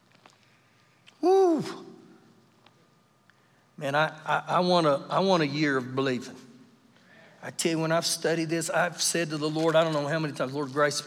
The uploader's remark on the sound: Recorded live during our Wednesday night service